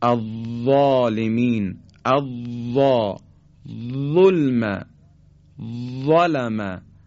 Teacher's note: تلفظ حرف وا هم دقیقا مثل فیس نقطه و ذال نوک زبونی هست، اما حرف وا به جهت این که سطح زبان ما به طرف کام بالا نزدیک میشه و پرحجم تلفظ میشه، از ذال پرحجم تره